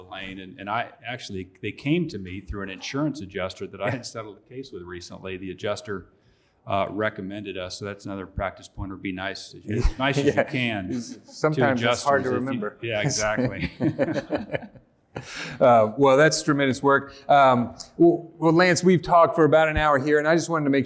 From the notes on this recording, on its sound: Ive from the 2019 Georgia Trial Lawyers Association Conference. In a special episode recorded live at the Georgia Trial Lawyers Association’s 2019 Holiday Workshop in Atlanta.